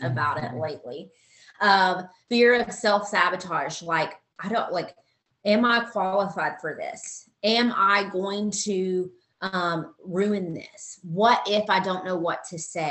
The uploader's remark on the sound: Team Soar Zoom Call 01/27/2022